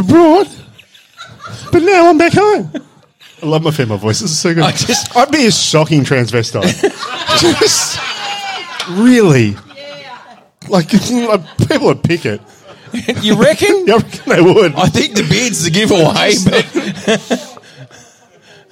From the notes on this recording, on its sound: Part 2 of the live show